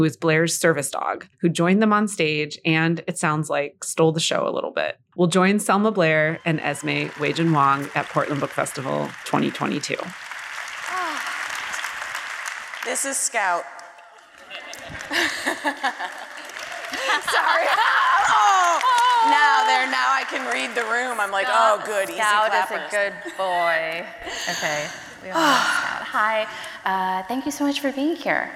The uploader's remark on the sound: a conversation from the 2022 Portland Book Festival